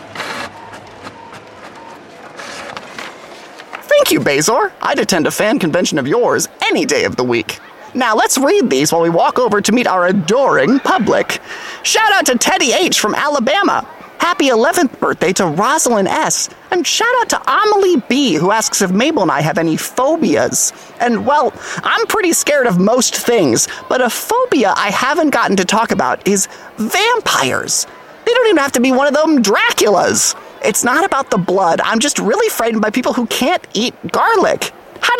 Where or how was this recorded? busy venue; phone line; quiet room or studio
busy venue